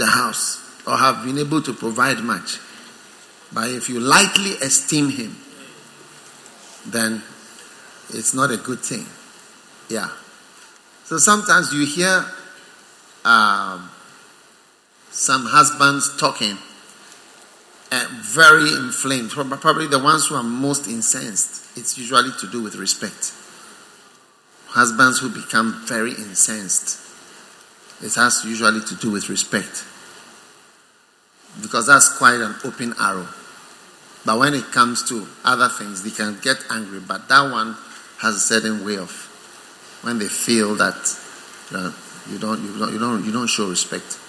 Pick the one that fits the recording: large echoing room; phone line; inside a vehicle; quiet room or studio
large echoing room